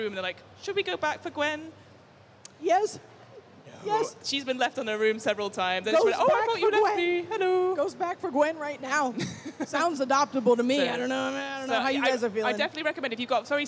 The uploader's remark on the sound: Check out the audio from MCM Comic Con's A Behind the Screens Look: Game Master's Roundtable panel. Check out the audio from MCM Comic Con's A Behind the Screens Look: Game Master's Roundtable panel. Are at MCM London Comic Con to talk about what it’s like to orchestrate your favorite role-playing games.